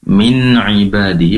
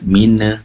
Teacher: Kemudian min ibadi, pastikan nunnya juga diperjelas, durasi penempelan ujung lidah bagian bawah ke langit-langit lebih lama · Shown in: first take · Min ibadi, jangan sampai min, nah seperti itu.